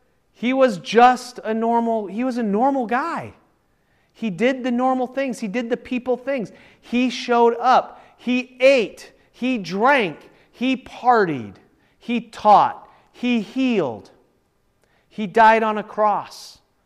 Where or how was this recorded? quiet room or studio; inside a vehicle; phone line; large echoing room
large echoing room